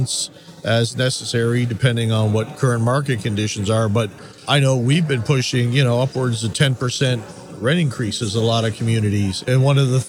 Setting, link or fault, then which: setting, busy venue